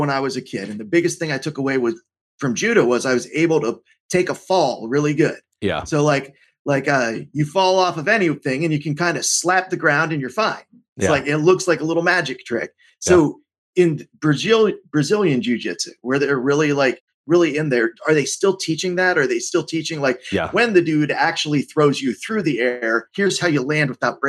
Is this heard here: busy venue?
no